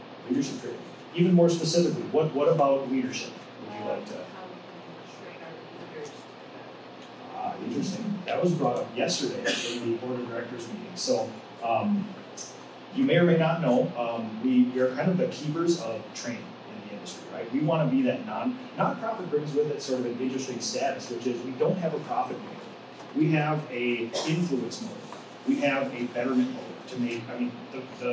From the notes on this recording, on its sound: Live From The Painting Contractors Association - PCA Women In Paint Conference.